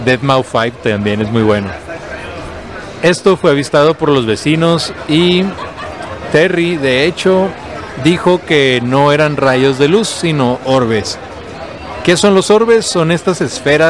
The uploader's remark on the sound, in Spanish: en vivo desde Cervecería Averno